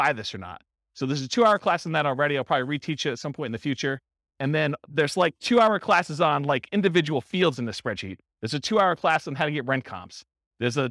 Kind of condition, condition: setting, live audience